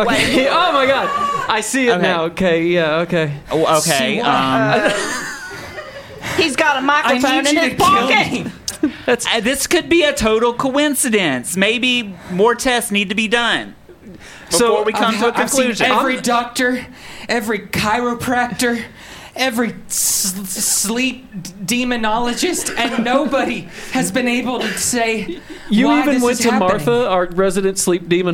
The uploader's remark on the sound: The stars came out for the first ever Welcome to Colonel live show!